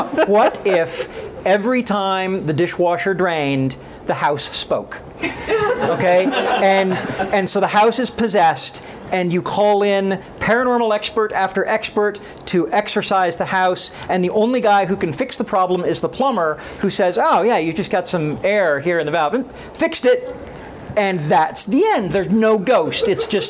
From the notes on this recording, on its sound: Recorded live at Dragons & Fairy Tales. Audience Noises: Delivered on cue, thanks to cleverly positioned signs...